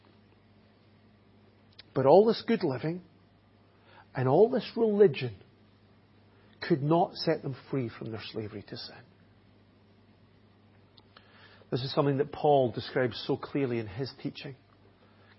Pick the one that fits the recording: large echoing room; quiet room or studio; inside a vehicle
large echoing room